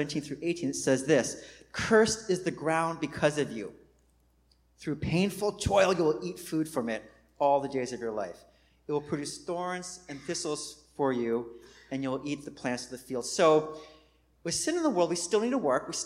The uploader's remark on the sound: Recorded on 2016-09-04 at the 11:30am Service.